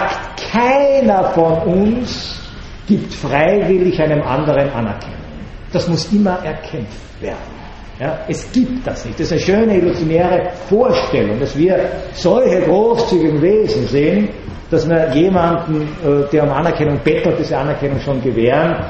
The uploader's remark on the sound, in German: Gehalten am 14.06.2012 an der Universität Wien. Diese Vorlesung wurde von Studierenden der Uni Wien aufgenommen.